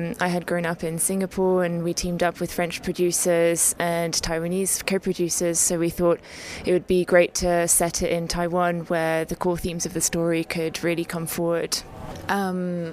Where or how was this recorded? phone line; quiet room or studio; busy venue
busy venue